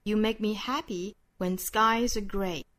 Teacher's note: 这个 when 做弱读，when 短轻快